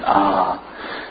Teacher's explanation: you get that long sound A when you have a fatha before the Aleph. So you say A.